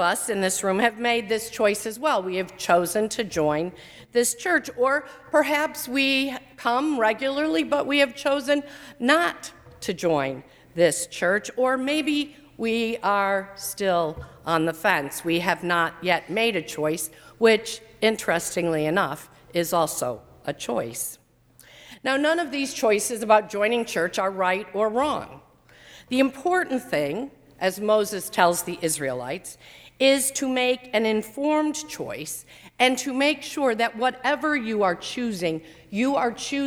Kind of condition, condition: setting, large echoing room